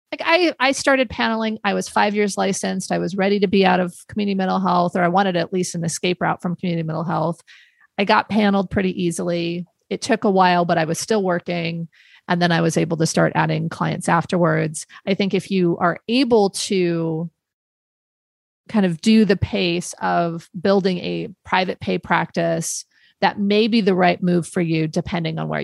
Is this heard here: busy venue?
no